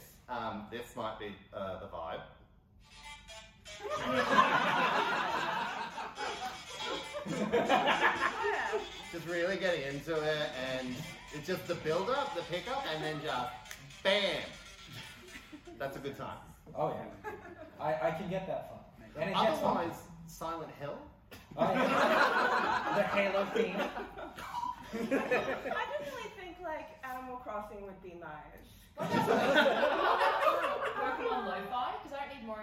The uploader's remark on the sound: PAX AUS 2022 Live Panel